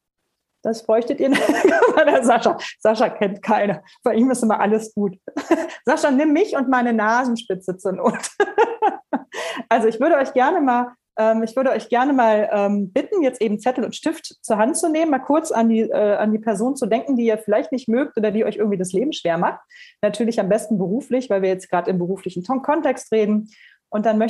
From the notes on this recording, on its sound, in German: Podcast zum interaktiven Live-Webinar.